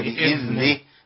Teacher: والذال مقطوع النفس ما فيش نفس بيمشي فيه خالص